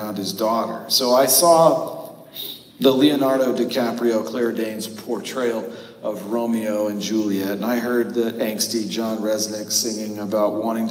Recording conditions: echo